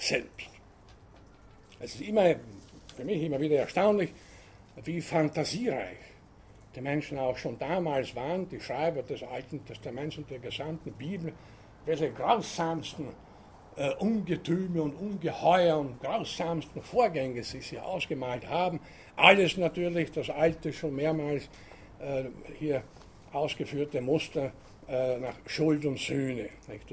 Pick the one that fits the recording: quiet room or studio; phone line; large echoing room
large echoing room